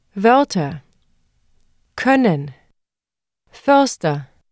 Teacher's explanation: To say a short ö, say a short e, and then round your lips. Your lips will be slightly more relaxed than when pronouncing a long ö.